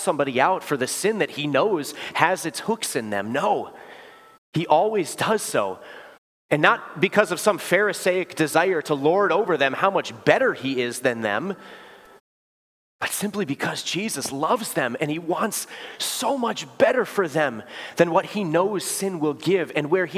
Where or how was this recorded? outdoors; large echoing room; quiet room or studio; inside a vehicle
large echoing room